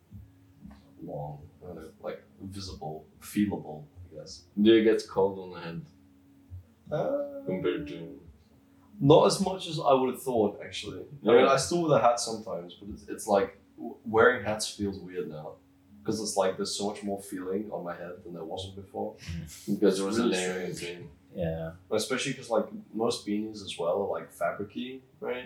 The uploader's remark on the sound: A special episode with a group of friends. Recording for this was done with a single microphone, so the audio quality is compromised.